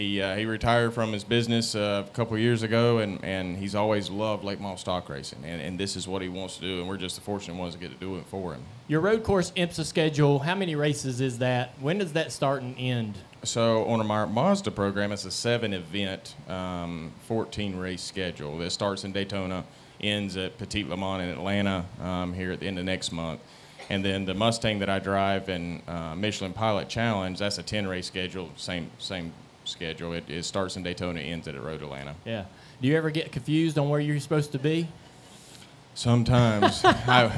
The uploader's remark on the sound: Tuesday Q&A Session Live from North Wilkesboro. We have a special bonus episode live from North Wilkesboro Speedway.